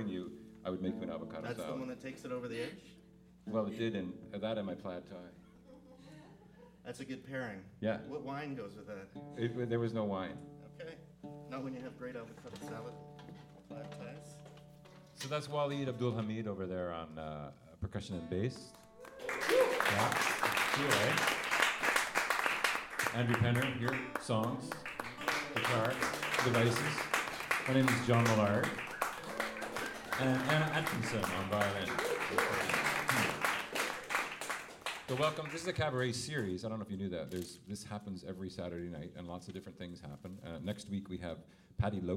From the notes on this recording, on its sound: Recorded live, September 12, 2015